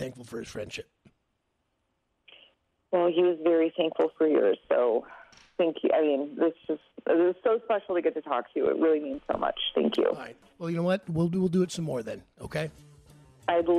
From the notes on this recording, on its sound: On the phone.